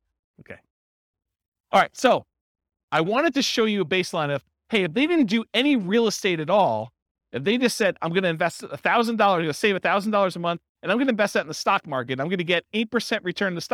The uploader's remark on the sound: This was a live class recorded